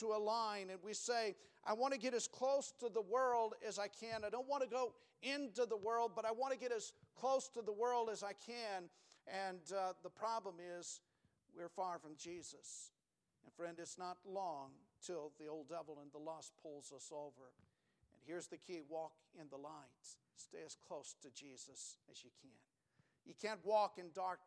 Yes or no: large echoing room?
yes